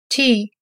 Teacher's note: Он произносится очень мягко, нечто среднее между ти и чи.